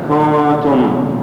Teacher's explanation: فلا تمد الضمة عند إخفاء النون لئلا يتولد منهما واو فتبقى كنتم.